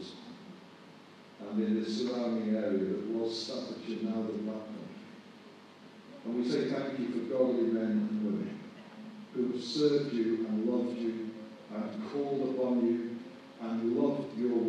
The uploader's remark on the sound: Poor recording quality.